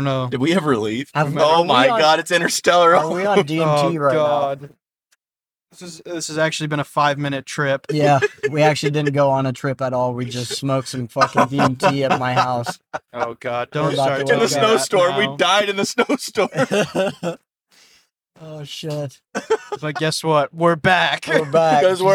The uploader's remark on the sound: In total five hours of recording was captured on the ride back